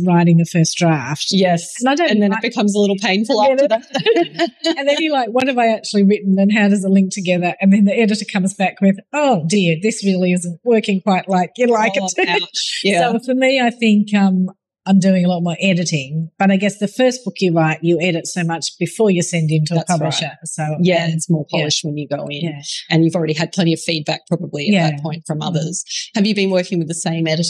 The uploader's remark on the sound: Interviews at the 2023 Words on the Waves Writers Festival. Interviews at the 2023 Words on the Waves Writers Festival.